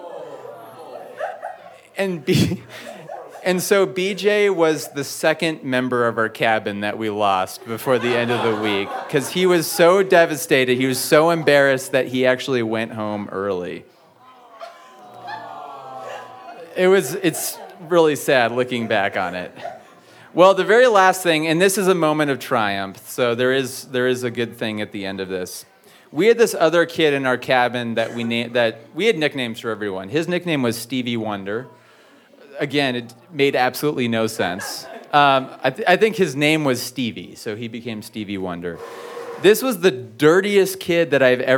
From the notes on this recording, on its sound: You never know what you'll get when the audience steps up to the mic.